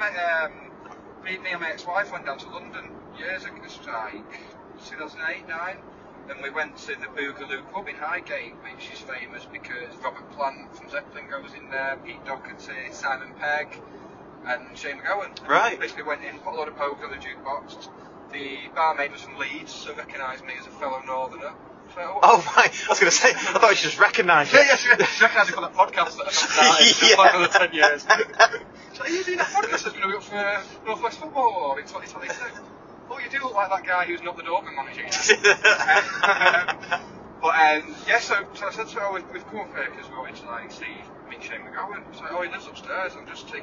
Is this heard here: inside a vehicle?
yes